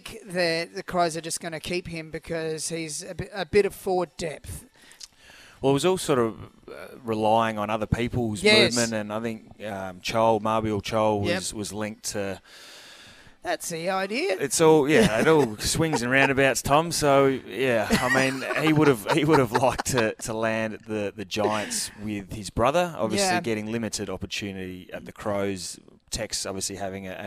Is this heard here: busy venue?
yes